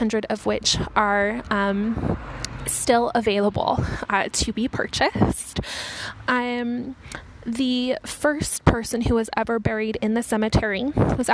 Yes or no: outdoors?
yes